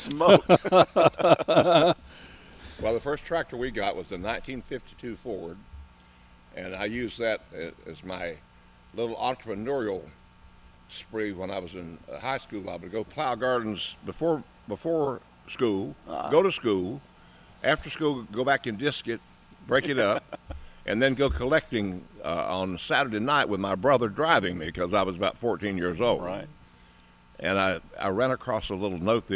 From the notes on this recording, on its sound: broadcasting live from Hand Picked Nursery.